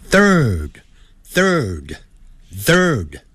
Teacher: 上下齿咬的这个舌头，舌头迅速往内缩，然后卷舌